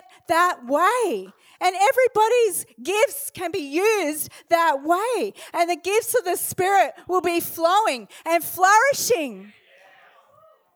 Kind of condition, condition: setting, large echoing room